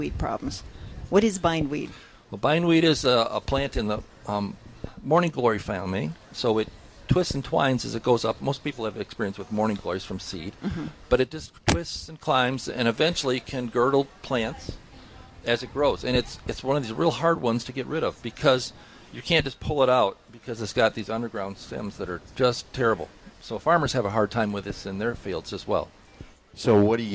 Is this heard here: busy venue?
yes